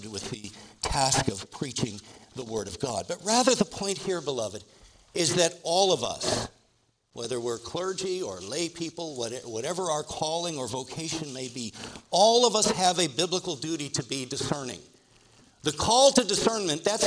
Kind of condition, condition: setting, large echoing room